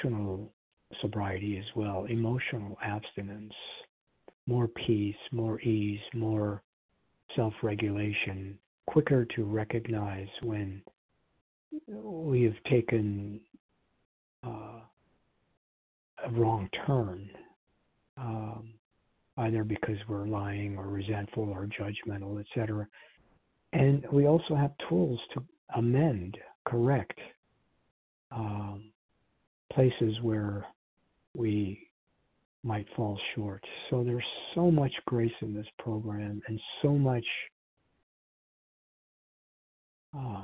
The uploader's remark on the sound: from the 100 Pounders Phone Meeting, 4/24/23